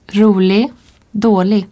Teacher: Le G est souvent muet dans le suffixe IG de l'adjectif.